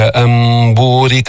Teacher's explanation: قلب النون الساكنة والتنوين ميما عند الباء، تقلب النون ميما · Term: الإقلاب